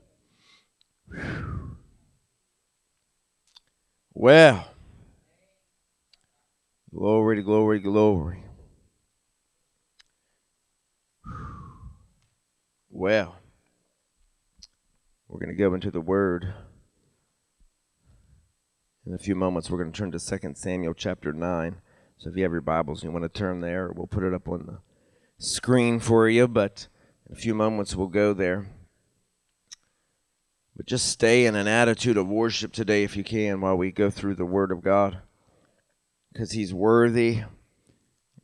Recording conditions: large echoing room